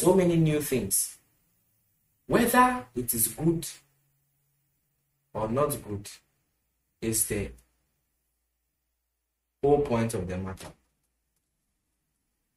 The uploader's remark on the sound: Preached at The Super Wednesday Midweek Service, Love Arena Church, Accra.